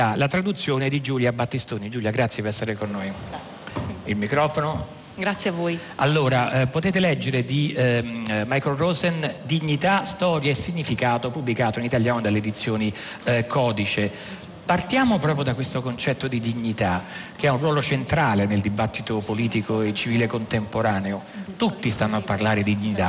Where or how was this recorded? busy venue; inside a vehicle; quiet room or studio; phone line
busy venue